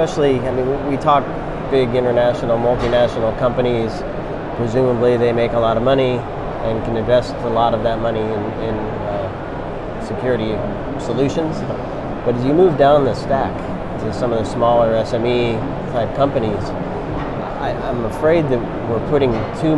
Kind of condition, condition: setting, busy venue